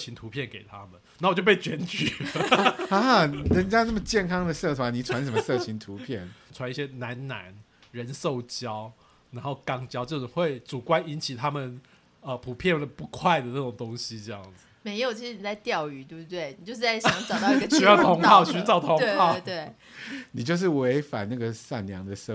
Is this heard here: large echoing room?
no